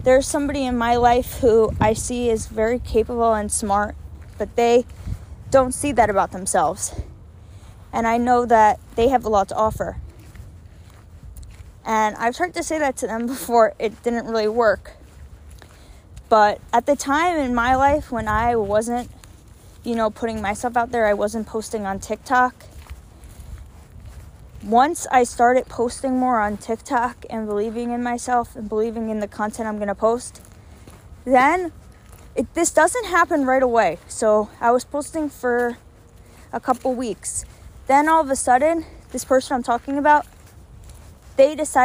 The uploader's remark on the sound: sorry about the wind I recorded this on a walk outside